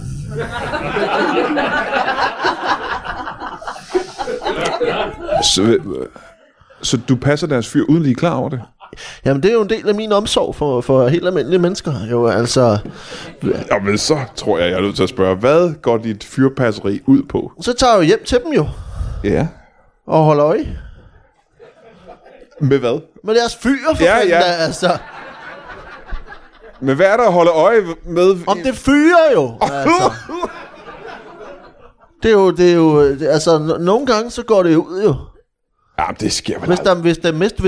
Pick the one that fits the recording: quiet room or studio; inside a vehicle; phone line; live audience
live audience